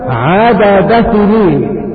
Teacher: فالكبير مثاله عدد سنين الدال مع السين، لأن الدال من طرف اللسان مع أصول الثنايا العليا، وأما السين من حروف الصفير فهي من طرف اللسان ومن فوق الثنايا السفلى. · Term: المتقاربان الكبير